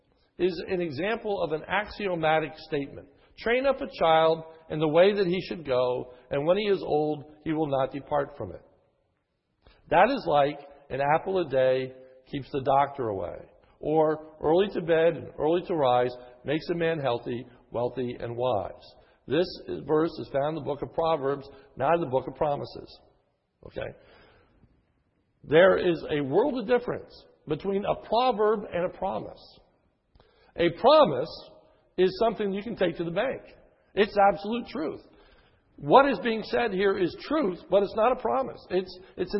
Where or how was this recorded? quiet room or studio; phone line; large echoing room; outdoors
large echoing room